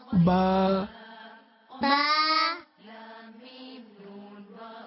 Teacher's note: আরবিতে বা উভয় ঠোঁটের ভিজা অংশের মাধ্যমে উচ্চারণ হয় বা।